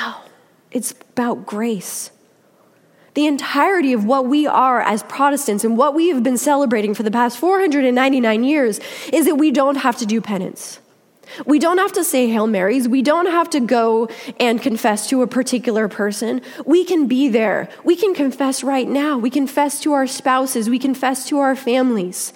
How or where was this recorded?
large echoing room